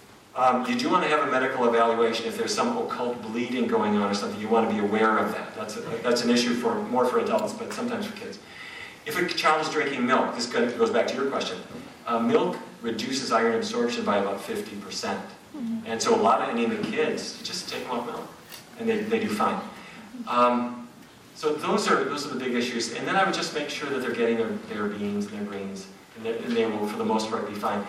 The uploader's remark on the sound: a lecture in Vancouver